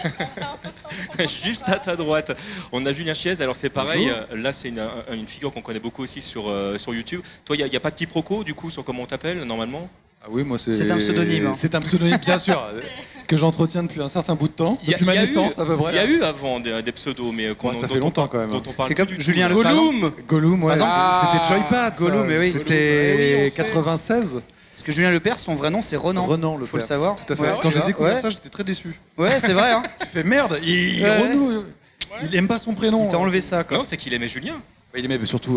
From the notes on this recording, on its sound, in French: Enregistrement en public de la conférence sur les Youtubers pendant Play Paris By Pax le 21 avril 2018.